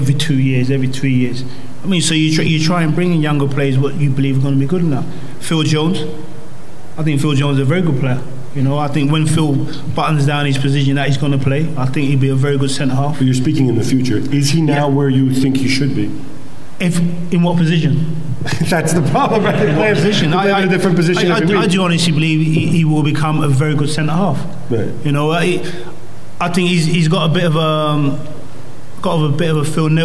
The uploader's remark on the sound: Live from Manchester. Live from the National Football Museum.